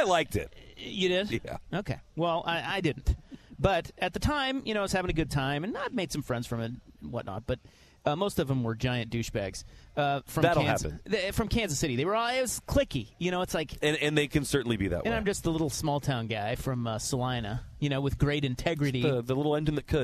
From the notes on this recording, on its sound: live from The Oregon International Auto Show!